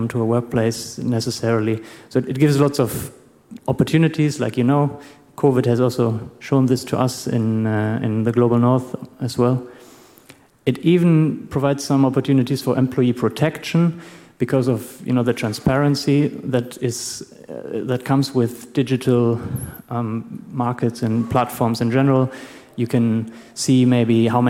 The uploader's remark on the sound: Presentation with Q&A/open discussion at the end or in between